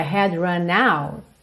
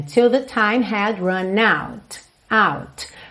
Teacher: Eu também não marquei o T do out. · Shown in: first take